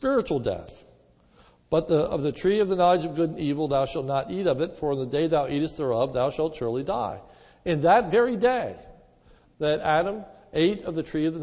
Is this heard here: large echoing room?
yes